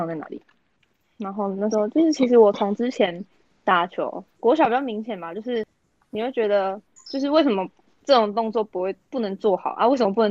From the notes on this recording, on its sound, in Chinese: 由於設備問題，本集節目透過線上會議室錄製，延遲情況較嚴重，請多包涵！